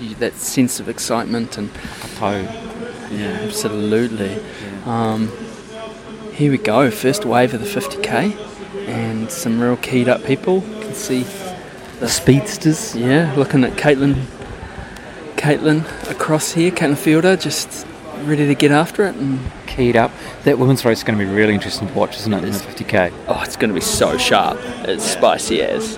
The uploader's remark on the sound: recorded at some aid stations, among other places